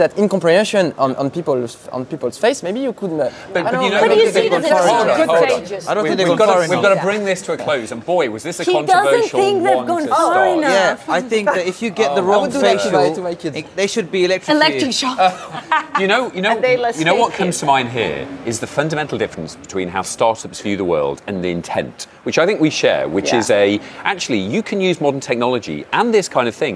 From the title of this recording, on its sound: Live from Money20/20